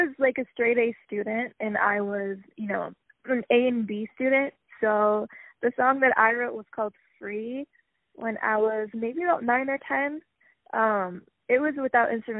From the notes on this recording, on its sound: On the phone